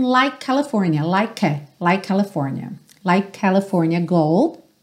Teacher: Like, o E não é pronunciado, então você tem o K como último som da palavra. E a próxima palavra começa com a letra C, o mesmo som